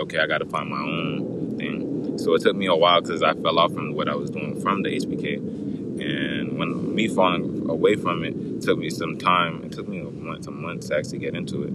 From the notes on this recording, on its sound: In this episode we took it outside and brought in some friends , had the wine going, some smoke going, bringing you relaxed vibes